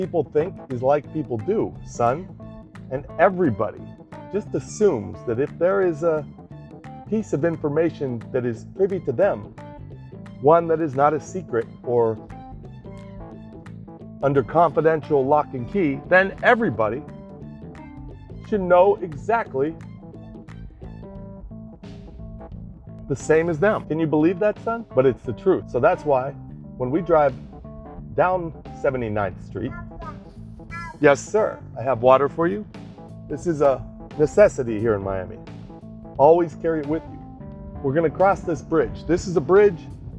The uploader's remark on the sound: The segment today begins with us driving off the lot of a daycare school in NBV and heading towards the West Elm store in midtown.